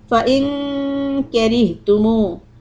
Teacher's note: the noon followed by letter kaf is ikhfa